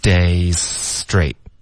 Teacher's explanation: days 的 z,连到 straight 的这个 s 呢其实我们就把这个 z 的音就轻化成一个 s 的音了然后就连发 daysstraight。OK,这个 days 的 z 就不用发了,OK, days straight,就直接连到这个 s 的音了。然后 straight,这个 tr 的音呢我们会浊化成一个 tr 的音,straight。大家多注意这个后面的